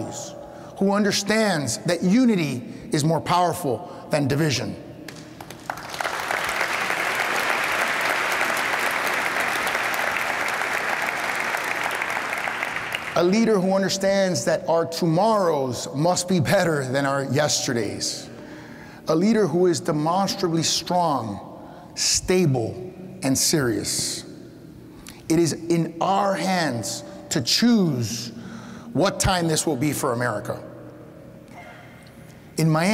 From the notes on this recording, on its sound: In this week’s Reagan Forum podcast, we go back one week to June 15, 2023 for our in-person event. A speaker in the Reagan Foundation’s Time for Choosing Speaker Series.